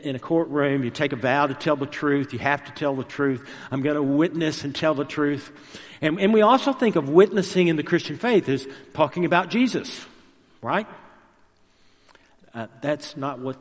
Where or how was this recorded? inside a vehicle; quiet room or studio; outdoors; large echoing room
large echoing room